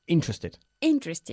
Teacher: El énfasis recae en la primera sílaba